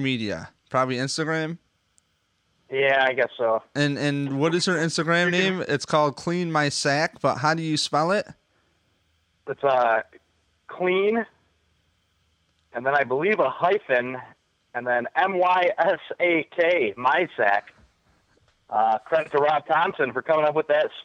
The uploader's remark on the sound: Called five different Buffalo Bills fans. Appearance over the phone.